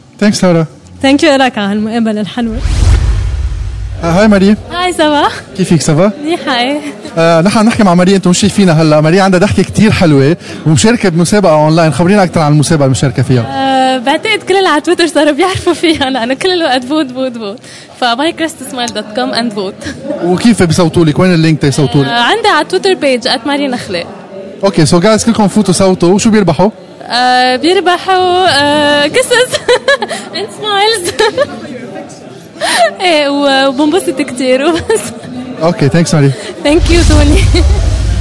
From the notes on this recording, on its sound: Last Friday, the lebanese geeks community met at GeekFest Beirut that was un-organized by the maniachis. I was there with my recorder.